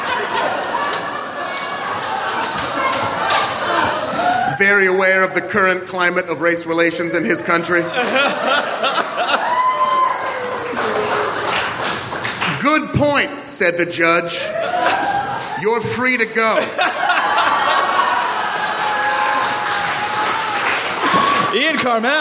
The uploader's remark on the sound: Recorded at the Nerdmelt Theater